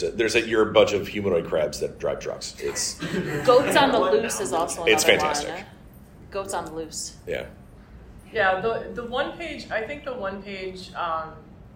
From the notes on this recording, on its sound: Our live panel at Gamehole Con